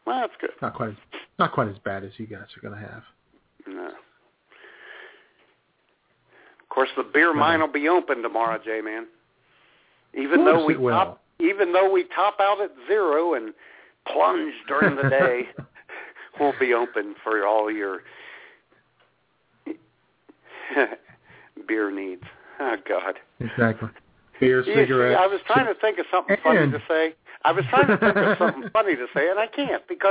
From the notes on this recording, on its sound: All that plus your phone calls.